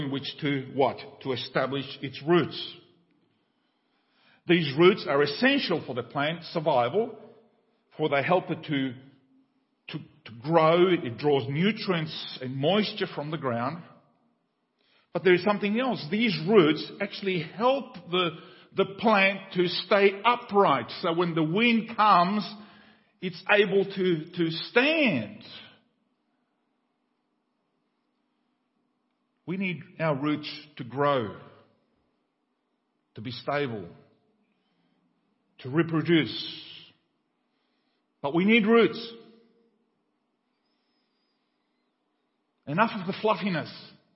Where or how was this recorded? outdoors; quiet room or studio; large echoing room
large echoing room